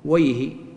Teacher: ينطقها نحاة العربية وأهل العربية بفتح الواو وسكون الياء وكسر الهاء